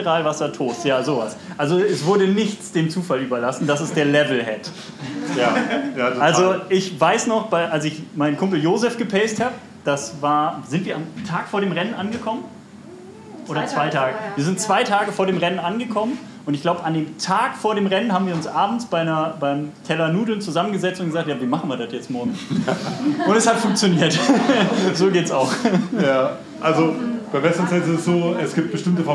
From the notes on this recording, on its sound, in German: Book Release Party Replay. Live-Mitschnitt. Book Release Party im A Little Lost in München.